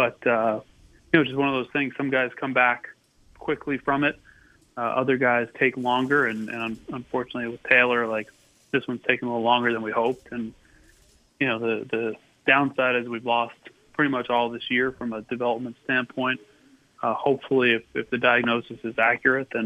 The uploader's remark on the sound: called in today